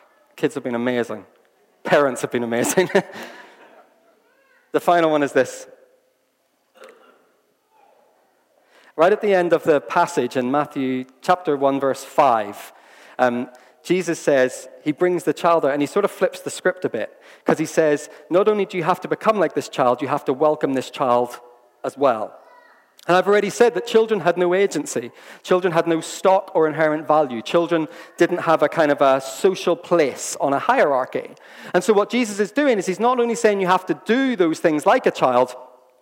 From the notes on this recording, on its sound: This was recorded at Skylark Church on 1st September 2019.